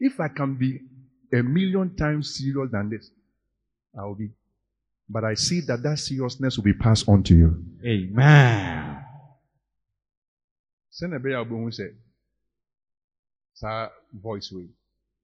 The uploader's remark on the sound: Preached at Grace and Truth Tabernacle Int.